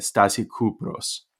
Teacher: That is to say, you spell it Sata, but that combination only represents the sound sequence sta. So that first a is a dummy vowel. It's not pronounced. So it's dropped.